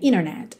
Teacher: Ou seja, esse NT, internet, a gente tira o T e liga no N